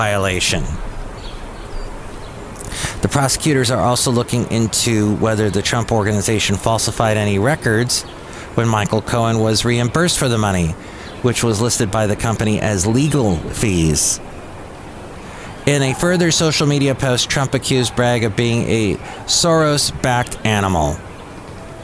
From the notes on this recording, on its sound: podcasts live from Cafe Anyway